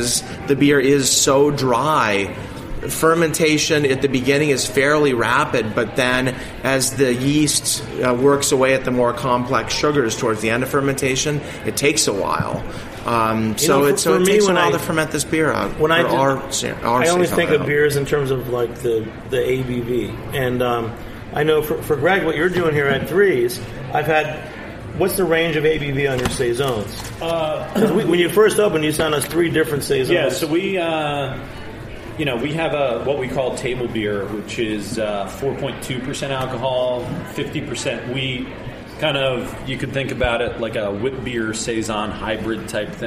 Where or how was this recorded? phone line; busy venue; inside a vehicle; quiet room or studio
busy venue